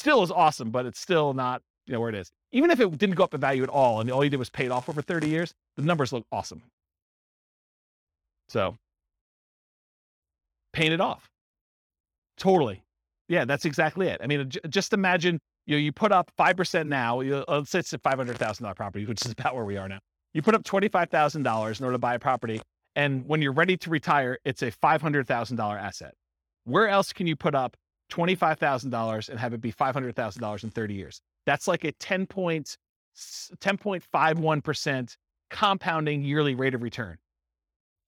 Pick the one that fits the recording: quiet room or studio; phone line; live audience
live audience